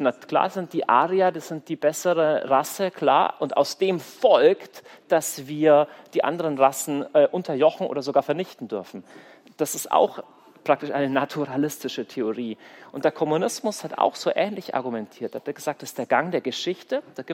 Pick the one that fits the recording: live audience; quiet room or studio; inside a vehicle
live audience